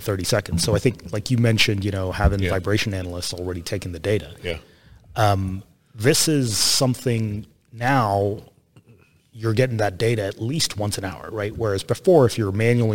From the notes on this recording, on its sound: Industrial Talk is onsite at Hexagon LIVE